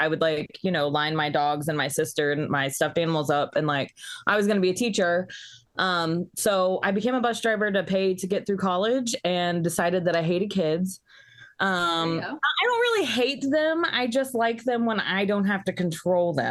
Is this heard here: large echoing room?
no